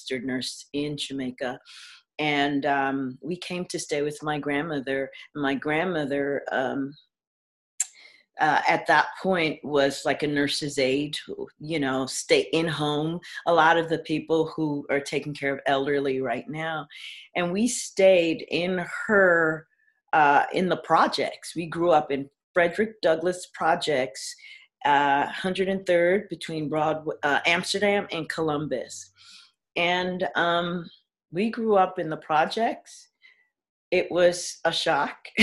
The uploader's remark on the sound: via Zoom